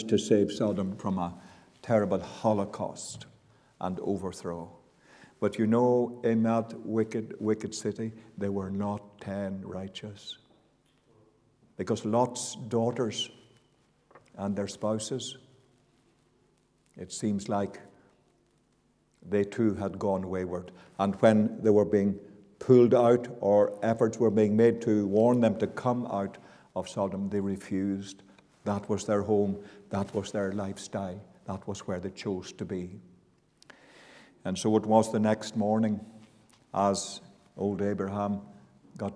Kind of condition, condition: setting, large echoing room